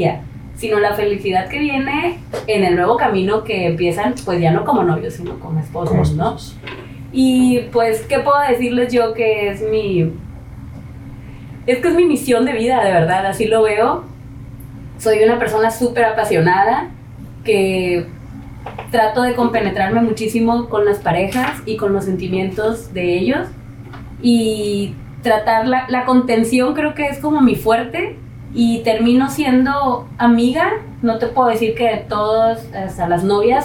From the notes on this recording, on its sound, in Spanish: En éste primer episodio hubo una falla técnica con el audio, por eso la mala calidad del mismo.